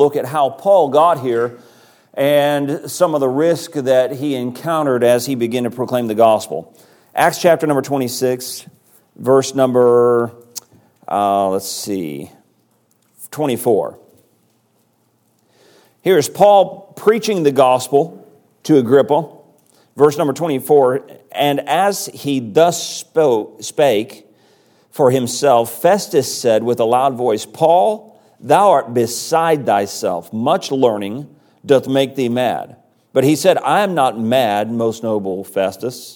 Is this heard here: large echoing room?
yes